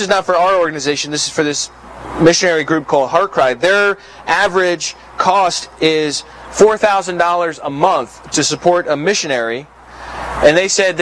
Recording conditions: outdoors